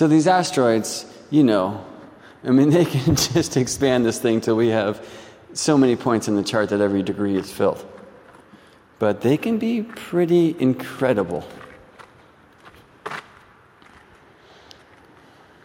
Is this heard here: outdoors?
yes